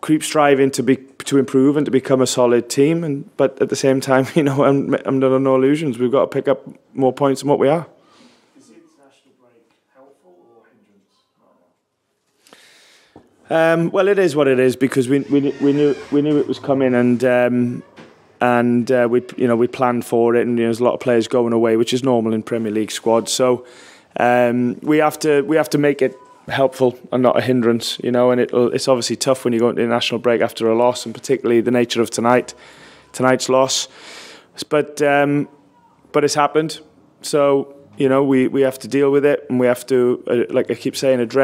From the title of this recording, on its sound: Post Match Press Conference